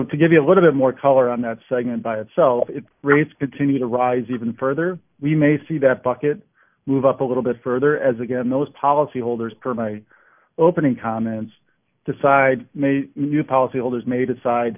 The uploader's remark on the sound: Athene Fixed Income Investor Conference Call